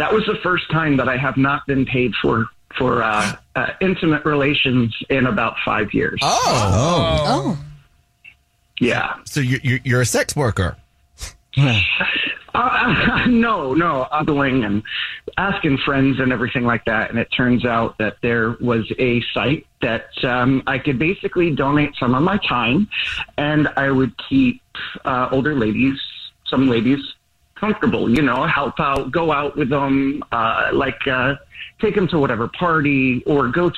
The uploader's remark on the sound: We have a listener on the phone